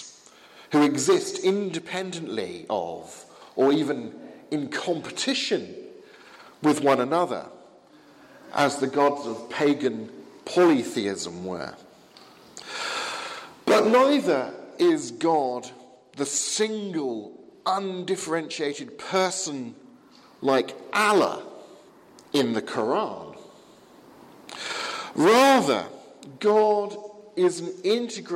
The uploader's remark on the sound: Sermon from the 11 am service at Highfield Church, Southampton, 19th February 2017.